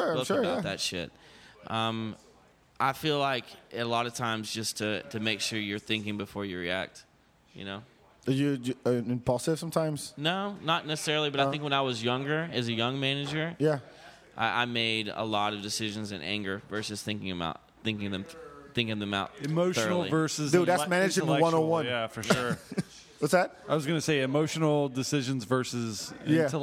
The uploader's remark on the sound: We recorded this episode at Bar 2211. By the way, we recorded this episode at Bar 2211.